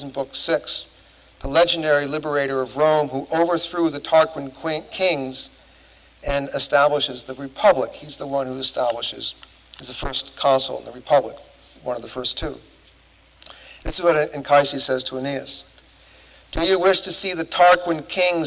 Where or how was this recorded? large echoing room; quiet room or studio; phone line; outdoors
large echoing room